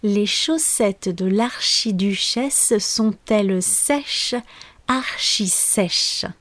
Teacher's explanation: Si vous avez des amis français, je suis sûre qu'ils le connaissent il est assez difficile à prononcer parce qu'on doit alterner les sons S et Ch qui sont très proches phonétiquement puisque la seule chose qui change, c'est la position de la pointe de la langue qui touche les dents pour le son S et qu'on recule légèrement pour le son Ch